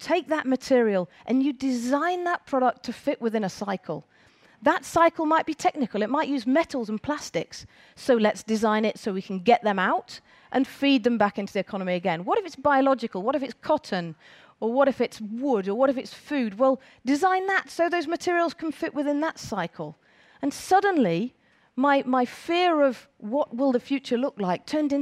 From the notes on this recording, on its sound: On stage at #BoFVOICES 2017